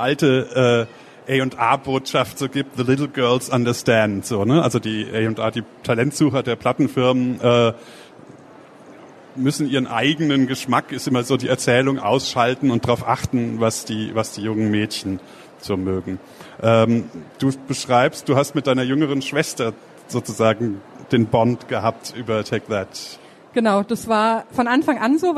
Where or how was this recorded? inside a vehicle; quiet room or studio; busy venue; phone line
busy venue